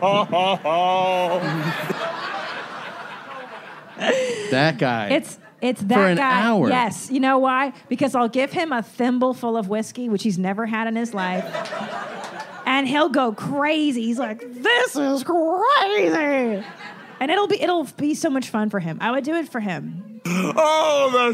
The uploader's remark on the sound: LIVE From West Palm Beacb. This live episode. It was after all recorded in Breast Balls Beach, Florida.